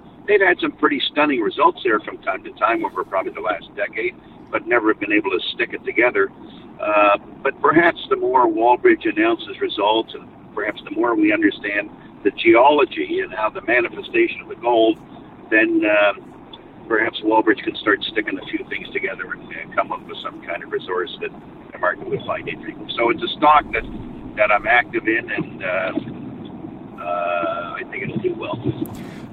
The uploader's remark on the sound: As he drives down the freeway.